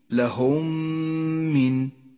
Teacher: الميم الساكنة جاءت بعدها ميم متحركة، تدغم الميمان مع بعضهما فتصيران ميما واحدة مشددة ميزت باللون الأخضر لأنها تحتاج إلى غنة زمنها حركتان. · Term: الإدغام الشفوي